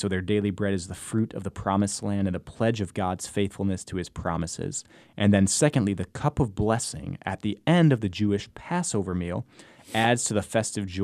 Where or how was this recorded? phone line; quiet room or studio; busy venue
quiet room or studio